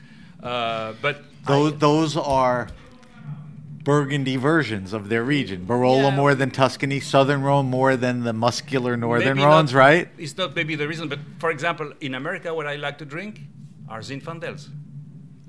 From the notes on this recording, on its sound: Were interviewed at the 2020 Naples Winter Wine Festival.